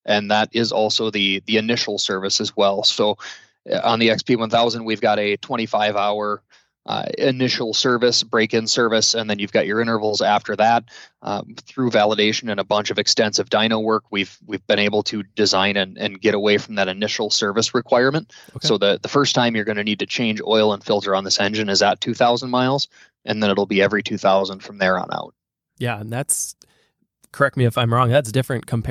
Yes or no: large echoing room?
no